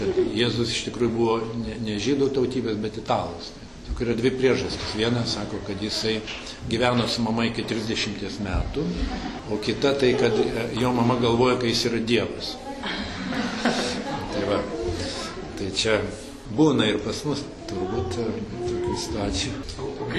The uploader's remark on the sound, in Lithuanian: Įrašas iš šeimų festivalio.